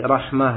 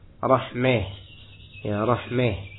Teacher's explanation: Menyondongkan fathah ke arah kasrah. · Shown in: second take · Term: imalah